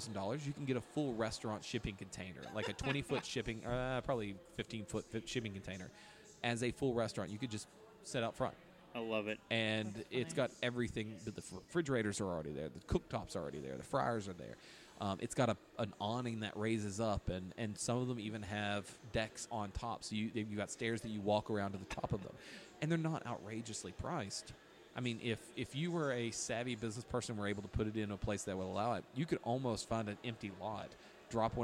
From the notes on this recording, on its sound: Live from Deladders...I Mean, Broken Throne.